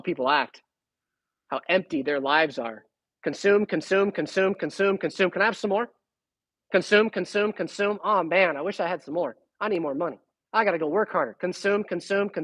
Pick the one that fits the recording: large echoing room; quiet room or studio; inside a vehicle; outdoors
large echoing room